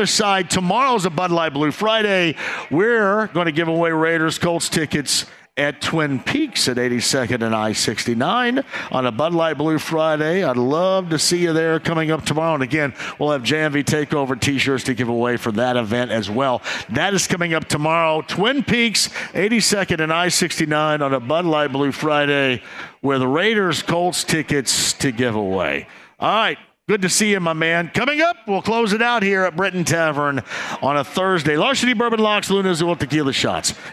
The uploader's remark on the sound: Starts from Britton Tavern.